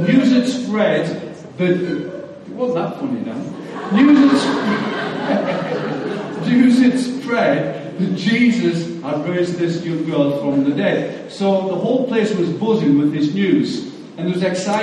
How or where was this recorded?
large echoing room